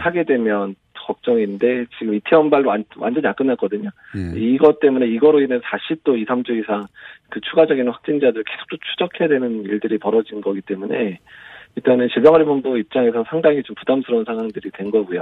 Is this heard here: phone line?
yes